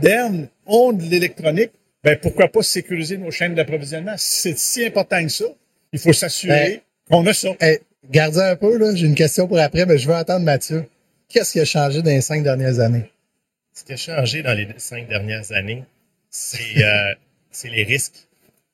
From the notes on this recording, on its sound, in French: En direct du Hardtech à Montréal